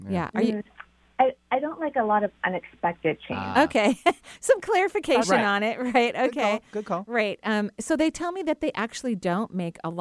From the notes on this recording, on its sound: Enjoy this call in show